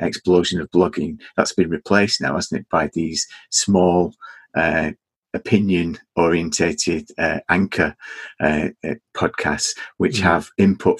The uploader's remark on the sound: At GROGMEETish2020. To end the event we recorded this live panel in the Zoom of Role-Playing rambling (with an audience of over 50 people!).